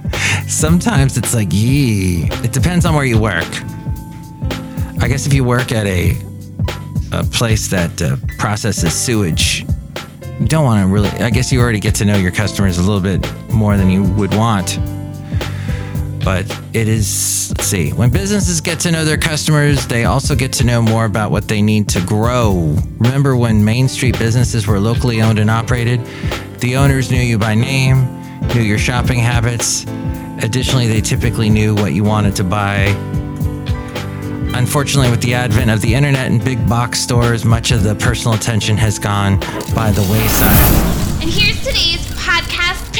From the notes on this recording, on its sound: podcasts live from Café Anyway